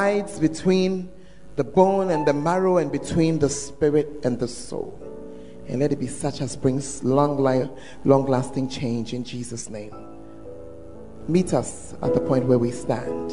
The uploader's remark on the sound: Preached at First Love Center, Ayeduase (Gathering Service).